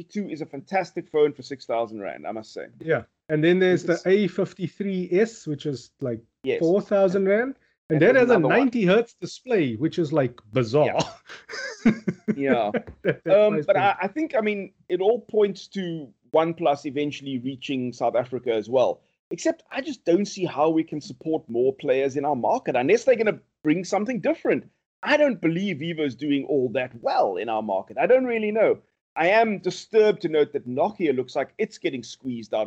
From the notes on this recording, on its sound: Recorded via Skype